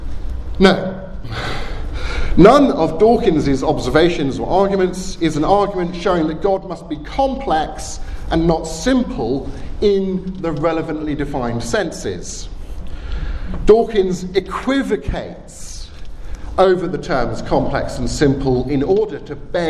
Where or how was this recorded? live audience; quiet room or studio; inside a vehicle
live audience